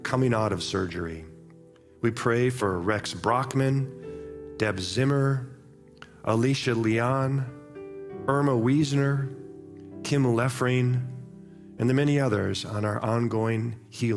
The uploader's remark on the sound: Live from our Celebration Ministry Center.